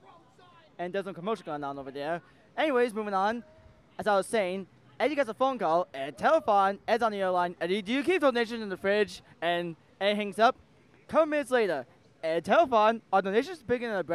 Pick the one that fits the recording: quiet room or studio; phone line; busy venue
busy venue